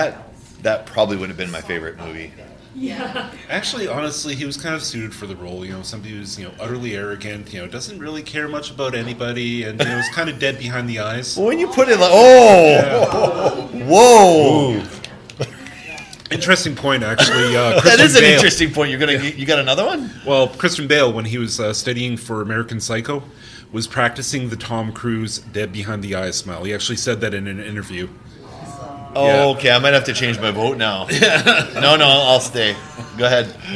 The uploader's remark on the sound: Live From Keycon.